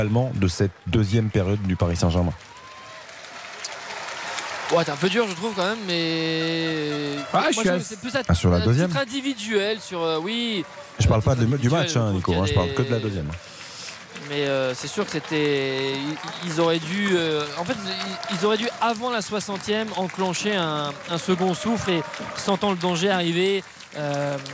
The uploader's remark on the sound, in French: RTL FOOT. En direct du stade Gaston-Petit de Châteauroux.